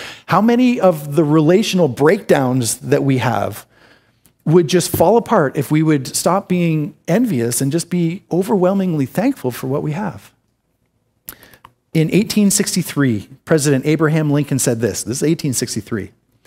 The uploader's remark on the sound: This is an audio recording of the second sermon in our series